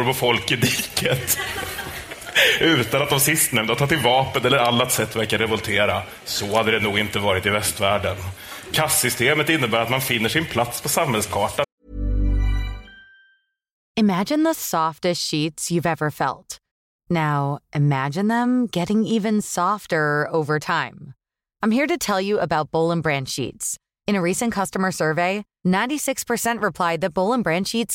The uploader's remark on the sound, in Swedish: Avsnittet är inspelat på världens största rosévinsfestival. Almedalsveckan.